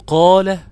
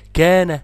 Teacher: قال الألف هنا مفخم، كان مرققة